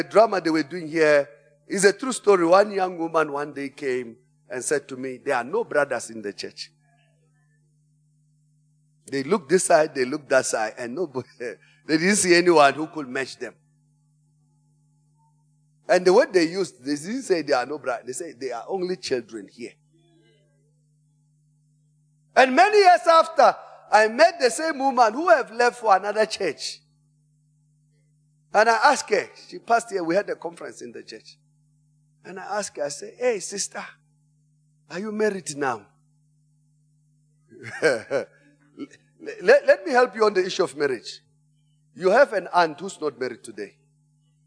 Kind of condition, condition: setting, large echoing room